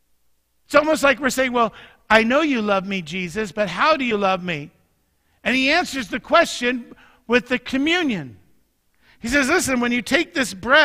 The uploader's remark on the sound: Mt. Zion Church Live!